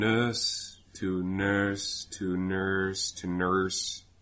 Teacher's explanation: that roticity, or our coloring, is variable